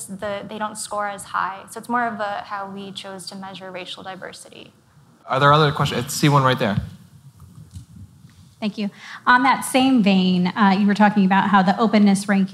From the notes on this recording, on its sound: We’re bringing you a special live conversation from the FT’s Investing in America conference in Miami.